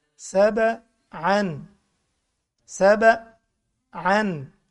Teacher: وجعلنا النهار معاشا، وجعلنا النهار معاشا، وبنينا فوقكم سبعا شدادا، بنينا فوقكم سبعا شدادا. سبعا سبعا، سبعا الباء هنا مقلقلة